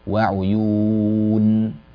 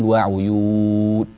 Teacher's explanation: هذه النون ليست يعني مبتورة الزمن قصيرة الزمن ولا هي طويلة الزمن، هي متوسطة بين الطول والقصر · Shown in: first take · بين الشدة والرخاوة، نسميها تتصف بصفة البينية.